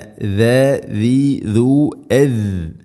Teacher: ദാൽ ഉച്ചരിക്കുന്ന സമയത്ത് നാവിൻ്റെ അറ്റം നമ്മുടെ മുൻപല്ലുകൾക്ക് ഇടയിലൂടെ വളരെ നേരിയ തോതിൽ അതിൻ്റെ അറ്റം പുറത്തായിരിക്കും. വളരെ നേരിയ തോതിൽ ഷാഇൻ്റെ അത്രയില്ല എന്നർത്ഥം.